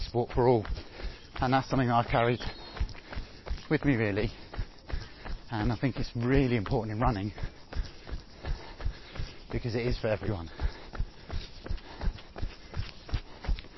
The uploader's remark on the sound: I recorded some ramblings about my own journey in running and coaching which translates as 55 mins of easy running through Epping Forest on a beautiful early summer evening, chatting to myself, getting a little lost off trail but bumping into some deer as a result.